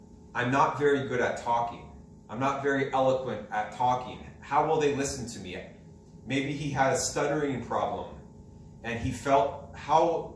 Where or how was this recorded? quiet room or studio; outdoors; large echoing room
large echoing room